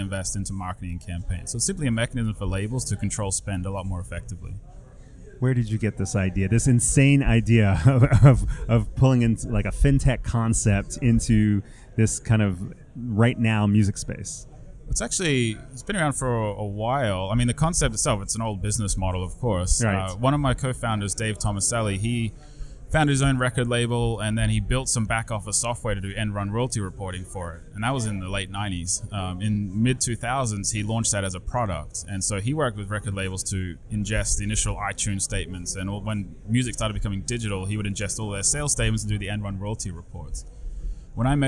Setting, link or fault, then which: setting, busy venue